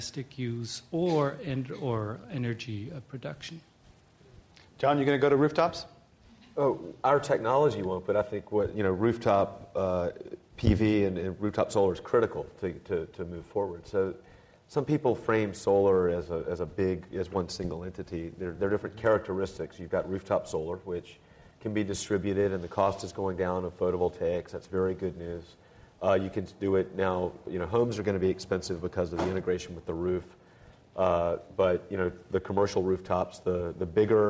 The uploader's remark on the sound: This program was recorded in front of a live audience at The Commonwealth Club in San Francisco on October 8, 2010